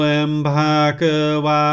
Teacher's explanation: I'm kind of like softening the P to an M because the microphone at the temple is so sensitive and it gets a big blow of air on the live stream.